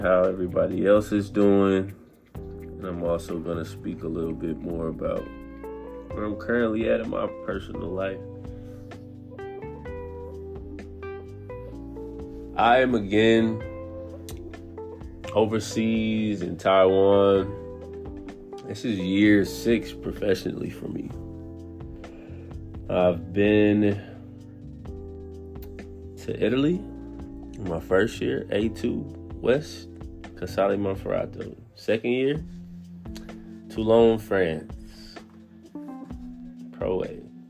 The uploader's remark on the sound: At 3:18 am Taiwan Time right off on the anchor app on the phone I recorded this episode purely from the heart.